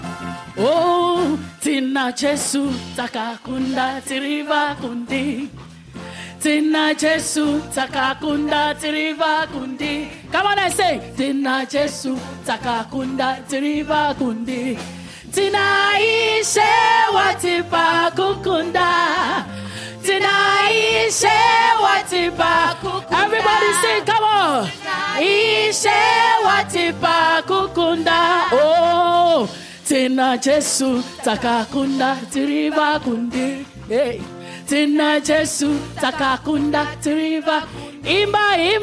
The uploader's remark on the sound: Preached at Healing Jesus Campaign, Zvishavane - Zimbabwe.